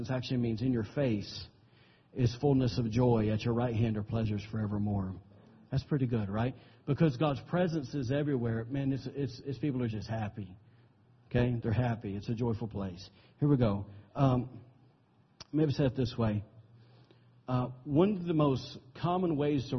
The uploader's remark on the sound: recorded on September 17, 2017, during Sunday morning service at Celebration Life Family Church